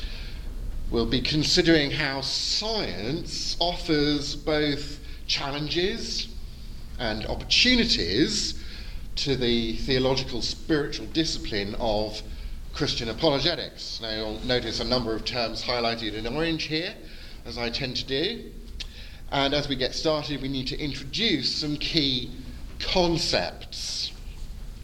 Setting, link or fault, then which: setting, live audience